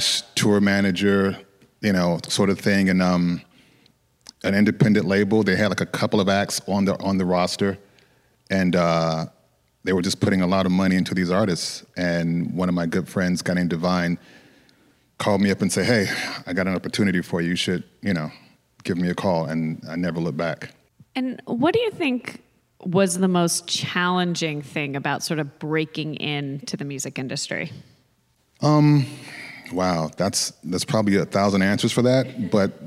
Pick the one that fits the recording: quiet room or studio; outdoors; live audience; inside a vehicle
live audience